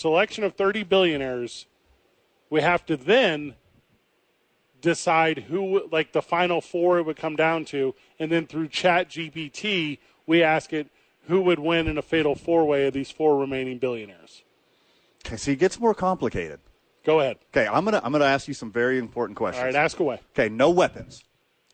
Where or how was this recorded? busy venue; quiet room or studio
busy venue